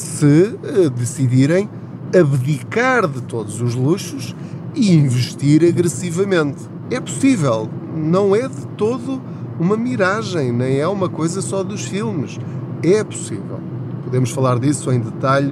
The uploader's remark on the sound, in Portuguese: Não ligue aos barulhos da viagem.